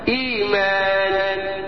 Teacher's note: المهم فيعمل فتبدل الهمزة الساكنة، نطول فتحة الهمزة او الحركة بتاع الهمزة الاولانية حتى ينشأ من ذلك حرف مد، فتبقى الهمزة الساكنة هتبقى حرف يا رجالة مد.